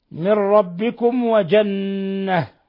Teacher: ميم ساكنة جاء بعدها الواو إظهار شفوي، بل هو أشد حالات الإظهار